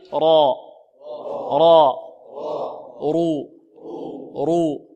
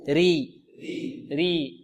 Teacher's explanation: الراء المفتوحة والمضمومة مفخمة، والراء المكسورة ترقق